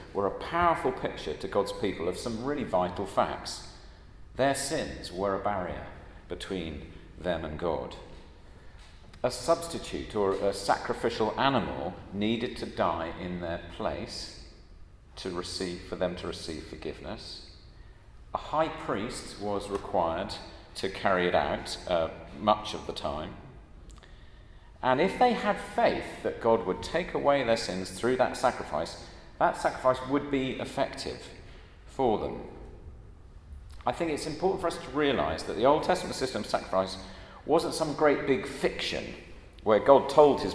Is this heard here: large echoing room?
yes